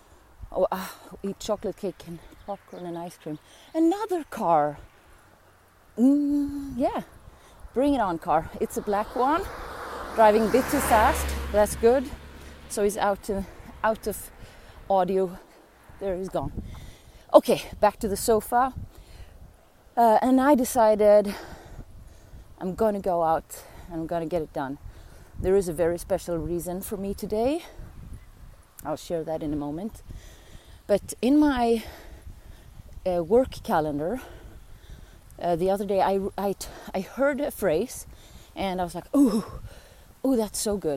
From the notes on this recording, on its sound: My first episode recorded out in nature, after an uphill jogging session surrounded by bugs and fields